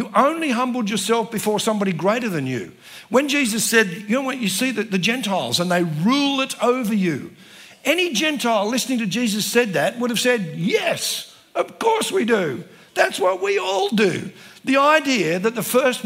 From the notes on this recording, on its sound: spoke at the CRC National Conference in 2023 held at Diggerland Church in Redcliffe Victoria